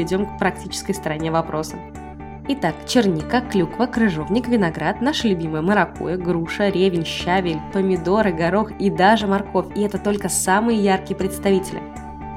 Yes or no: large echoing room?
no